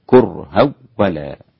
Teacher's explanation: إذا وصلت كرها بما بعدها أسقطت الغنة للإمام خلف عن حمزة